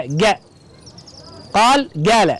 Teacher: يقولون إن أهل صنعاء ينطقون القاف بالجيم القاهرية